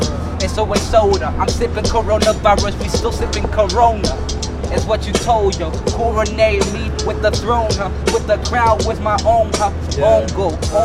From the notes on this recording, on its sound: Goes nightwalking in New York City and talks to strangers.